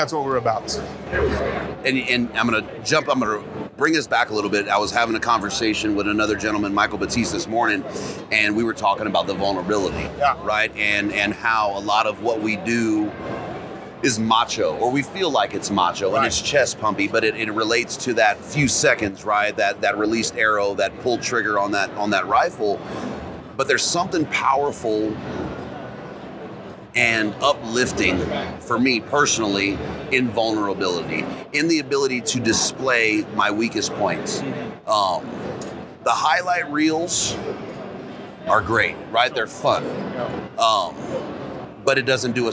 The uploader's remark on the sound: Hunt Expo 2020 live Interview